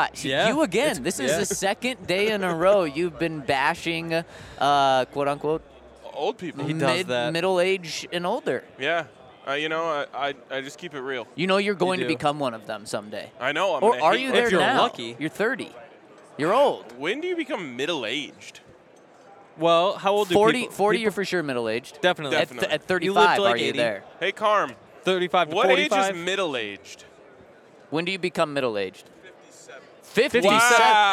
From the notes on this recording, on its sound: Super Bowl LVII Radio Row. Coming to you LIVE from Radio Row at the Super Bowl.